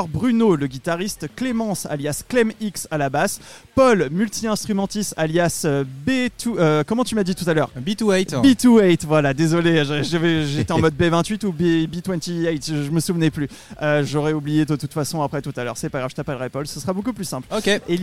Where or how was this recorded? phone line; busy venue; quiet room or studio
busy venue